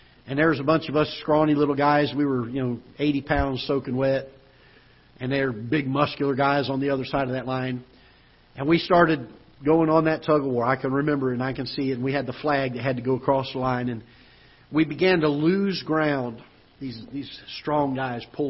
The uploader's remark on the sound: Ketha Heights Baptist Church ~ Live Broadcast.